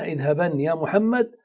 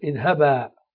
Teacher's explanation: وأما النون الخفيفة كقولك اذهبن يا محمد فهي تعامل معاملة تنوين النصب، يعني إذا وصلت تنطق بنون ساكنة اذهبن يا محمد، وإذا وقفت تقلبها إلى ألف اذهبا في قولك اذهبن يا محمد، فهذا نطقها.